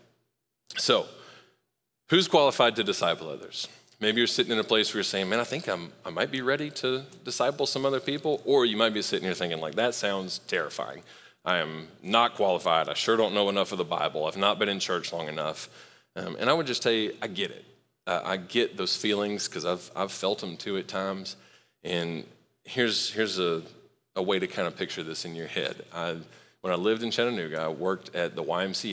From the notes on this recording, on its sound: Recorded live at Long Hollow Church on June 27, 2023.